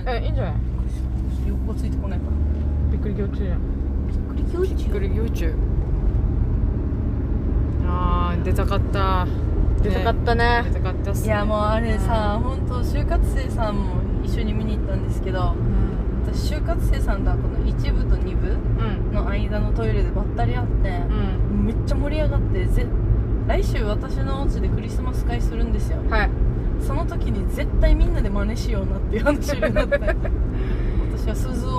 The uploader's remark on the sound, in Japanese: 狂言 を見に行った帰りにドライブ収録させていただいております。